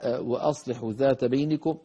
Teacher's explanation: والواو والهمزة مرققتين، وأص بعد الواو والهمزة صاد مفخمة